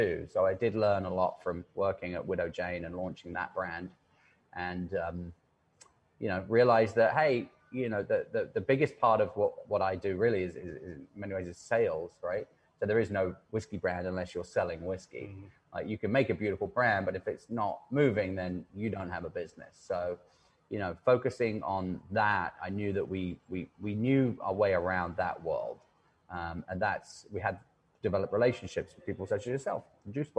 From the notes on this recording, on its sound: Today's episode of the Entrepreneurial Web is coming live from Fort Hamilton Distillery in Brooklyn's Industry City